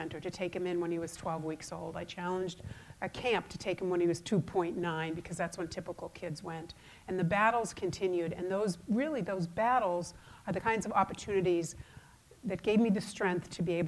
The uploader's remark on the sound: AAFCPAs' 2019 Nonprofit Seminar - Keynote Speaker.